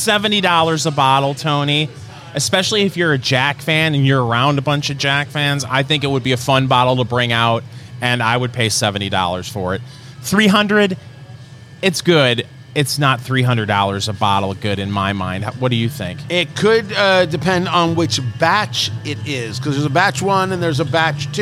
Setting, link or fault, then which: setting, busy venue